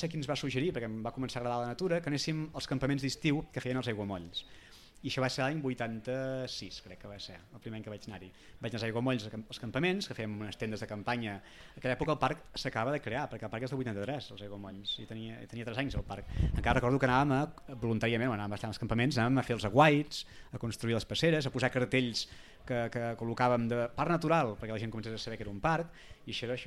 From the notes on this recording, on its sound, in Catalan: En directe des de Delta Birding Festival. El Delta Birding Festival és un esdeveniment d’ornitologia que es fa cada any al Delta de l’Ebre.